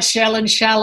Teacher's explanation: For some, speakers, shell and shall are homophones.